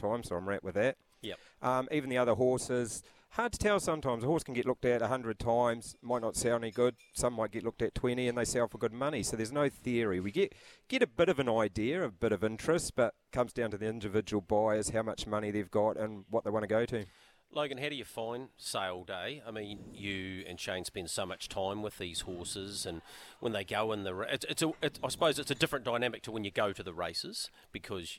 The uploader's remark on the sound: live from the Karaka sales